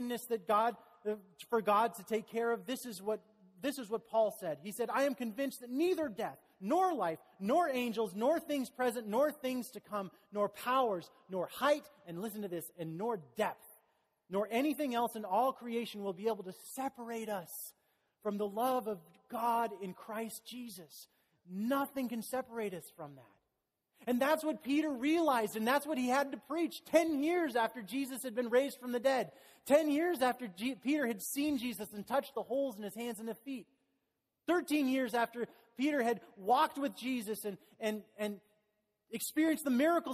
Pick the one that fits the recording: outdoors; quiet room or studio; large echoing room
large echoing room